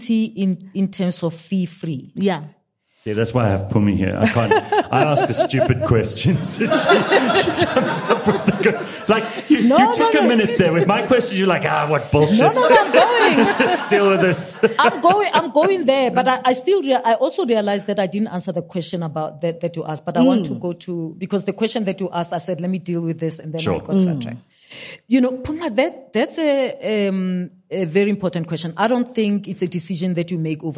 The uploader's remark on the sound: a live Q&A session with the audience.